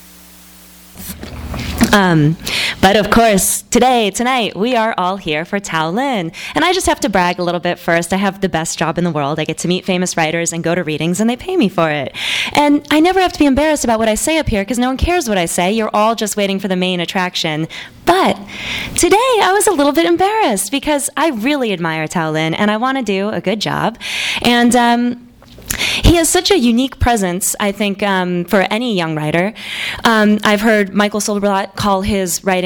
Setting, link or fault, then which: setting, live audience